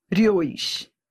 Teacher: semivogal para vogal. Ora, eu tenho aqui um ditongo que vai do fraco para o forte, crescente.